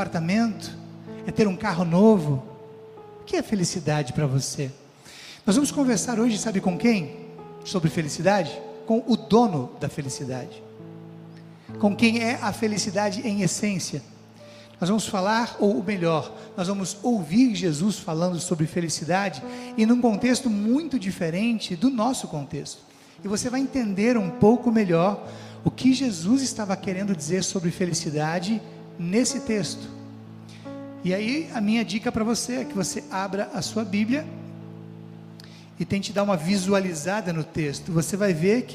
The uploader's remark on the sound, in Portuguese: Mensagem proferida no culto ao vivo do dia 05 de fevereiro de 2023, da Congregação Evangélica Luterana da Esperança, de Brasília (DF).